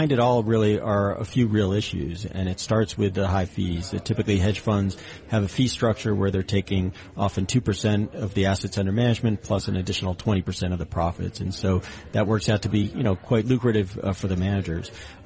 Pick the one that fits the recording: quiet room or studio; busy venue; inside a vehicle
busy venue